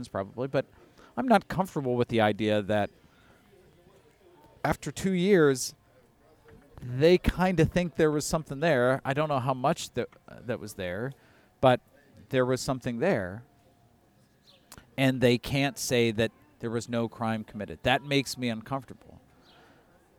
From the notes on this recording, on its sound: it was great weather to be in Half Acre’s Balmoral beer garden.